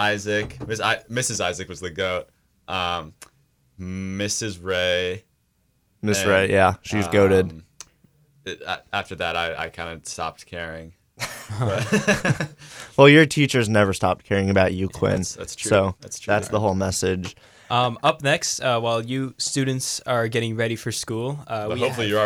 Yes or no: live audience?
no